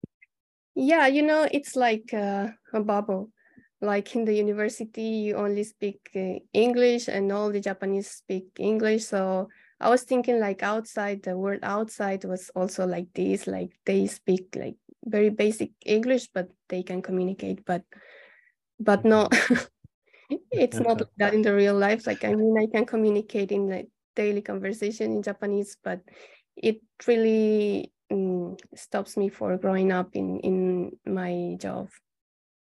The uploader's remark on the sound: 収録場所： オンライン (Zoom). Venue: Online via Zoom.